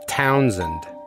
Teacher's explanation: Townsend, with the emphasis on town, and the SH turns into a Z, so it's Townsend.